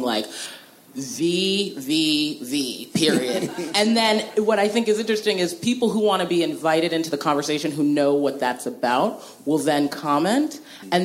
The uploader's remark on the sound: Spoiler Alert panel from ATX